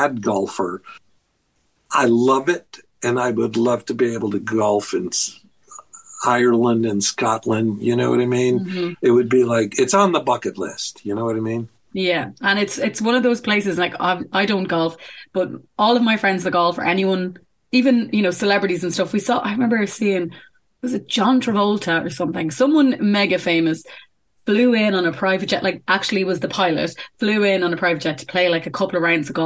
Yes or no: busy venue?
no